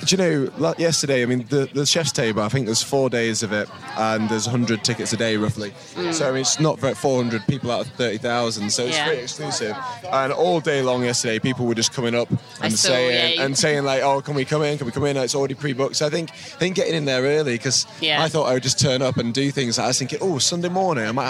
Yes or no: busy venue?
yes